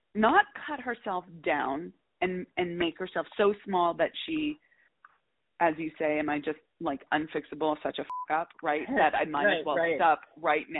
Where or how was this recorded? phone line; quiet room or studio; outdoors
phone line